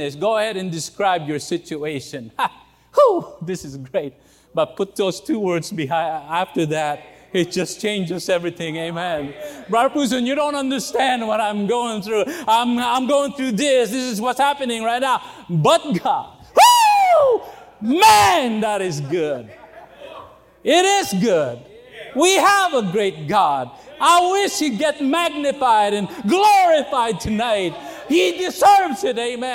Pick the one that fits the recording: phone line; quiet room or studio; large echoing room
large echoing room